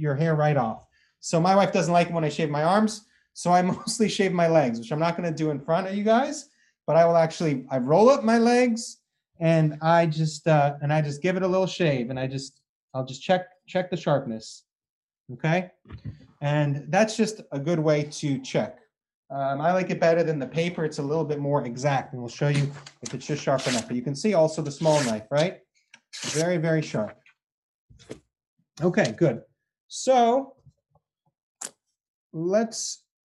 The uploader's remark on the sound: This audio was originally captured from Zoom.